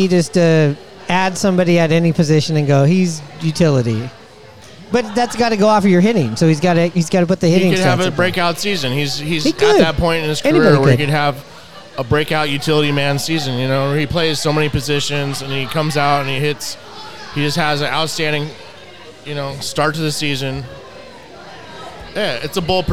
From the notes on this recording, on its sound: Recorded at Murphy's Pub in Wallingford!